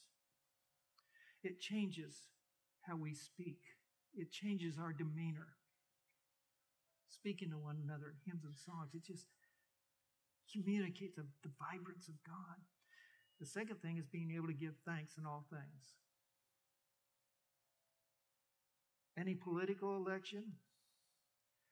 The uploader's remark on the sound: We apologize for some audio issues through this recording, most notably at the 6:45 mark.